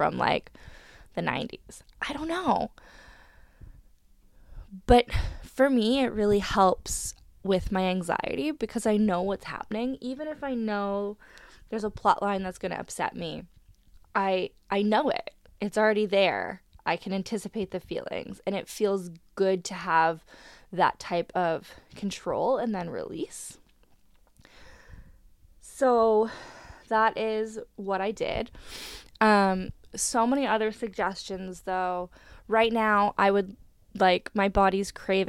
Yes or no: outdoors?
no